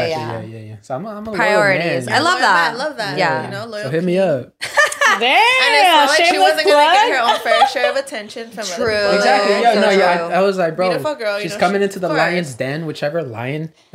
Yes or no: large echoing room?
no